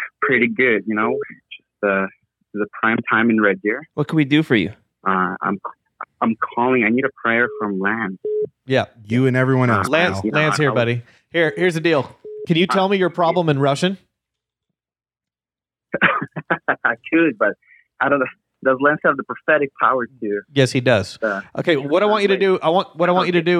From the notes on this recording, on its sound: live call-ins